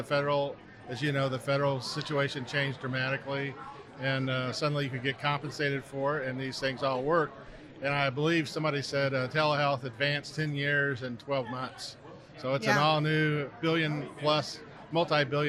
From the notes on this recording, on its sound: This week's episode is a little noisy, because we had an event! Interviews a wide variety of people from the IRHA Annual Conference this year in French Lick,. The conference took place for three days.